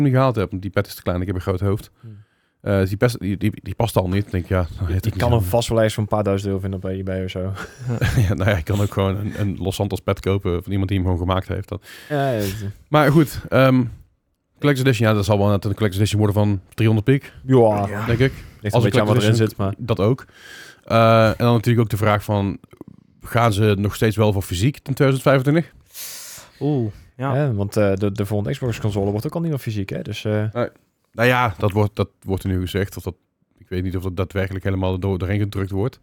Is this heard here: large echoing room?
no